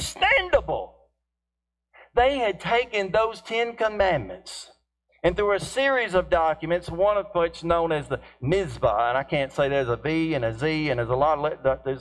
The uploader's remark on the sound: Apologies for the lower quality audio